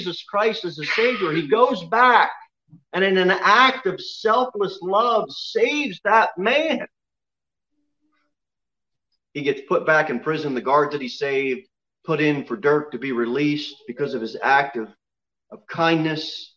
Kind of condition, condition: setting, large echoing room